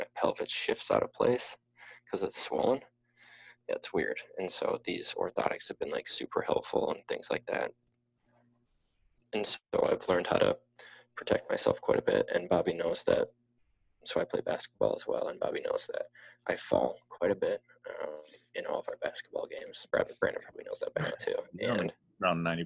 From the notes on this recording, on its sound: Sorry about the audio quality problems. My microphone seemed to have some serious trouble throughout the entire show.